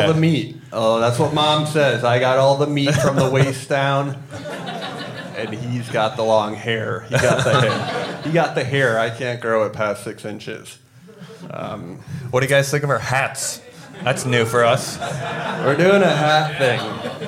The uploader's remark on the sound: Twinnovation LIVE in CHICAGO!